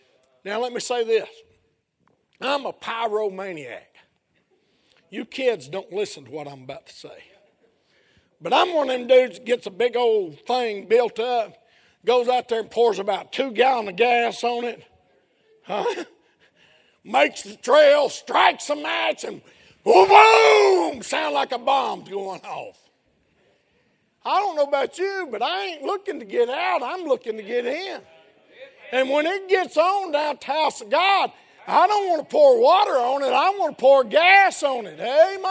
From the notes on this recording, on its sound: A sermon preached Sunday Evening of our 3rd Annual Missions Campmeeting